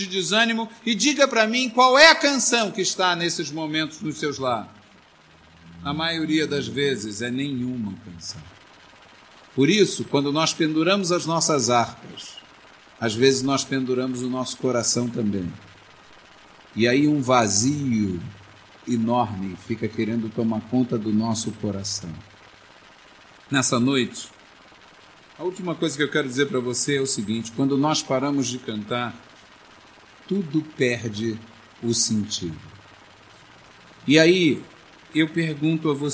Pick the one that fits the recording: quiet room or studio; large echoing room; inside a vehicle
large echoing room